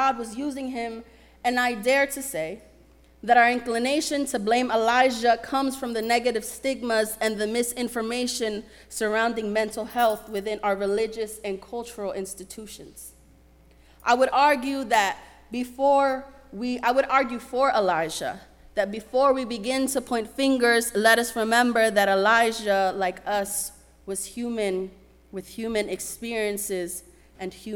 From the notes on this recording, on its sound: Sermon preached at RCHP on June 25, 2023.